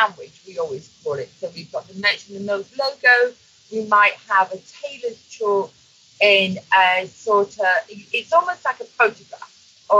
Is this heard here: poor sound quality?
yes